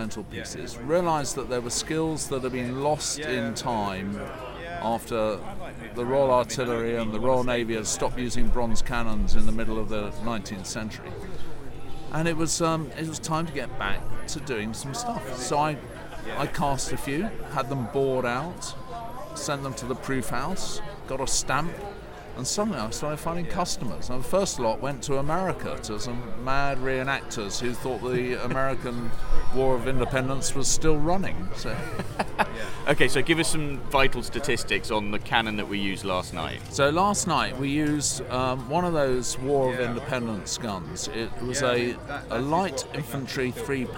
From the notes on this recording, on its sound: Game Fair Episode. Look back at an epic weekend at the Game Fair with interviews and clips recorded on location, featuring artillery fire, horse racing, communal singing and some big ideas!